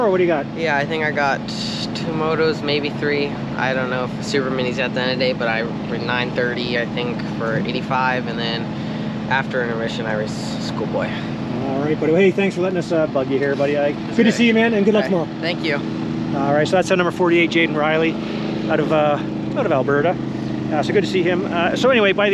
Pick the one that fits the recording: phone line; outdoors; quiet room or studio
outdoors